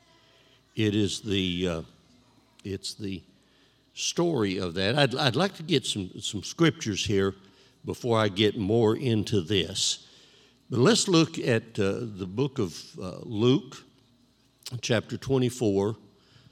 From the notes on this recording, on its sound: This JAT was recorded live on Sunday, October 10th, 2021 at Newark UPC.